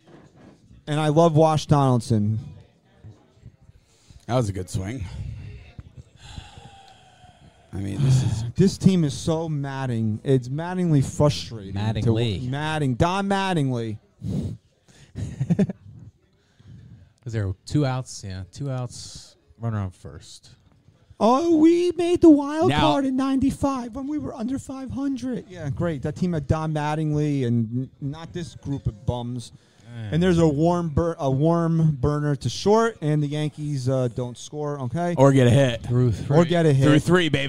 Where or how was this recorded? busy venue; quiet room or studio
busy venue